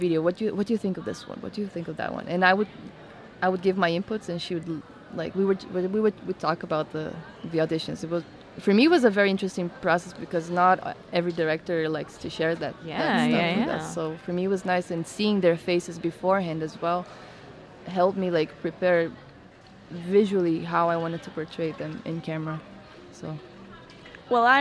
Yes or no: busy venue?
yes